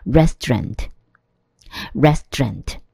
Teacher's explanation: 而 S 跟 T 摆在一起的时候，第二个无声子音会变成有声，所以 T 会变成 D，你听起来就会变成 trend 那个音。合起来就是叫 restaurant。There's a new Thai restaurant near our office. There's a new